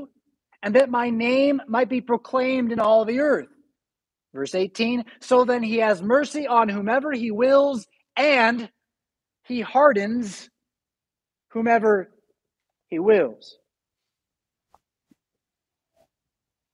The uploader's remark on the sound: Preached at St Paul Lutheran Church , Rockford, Illinois on June 19, 2022.